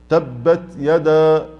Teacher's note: احنا عاوزين نفس بسيط يجري مع التاء حتى يتم حرف التاء · Term: الهمس